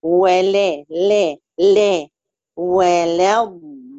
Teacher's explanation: اللام بتاعت ولا الضالين ما ترققيهاش قوي عشان ما تدخلش منك في الإيمال